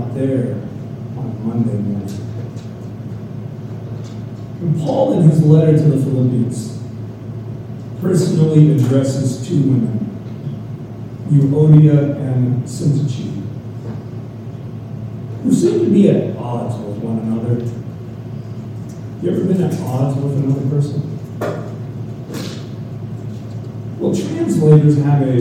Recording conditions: poor sound quality